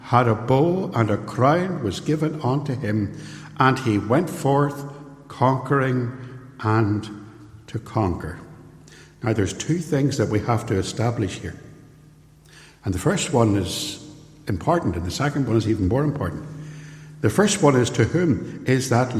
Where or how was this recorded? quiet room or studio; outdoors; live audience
live audience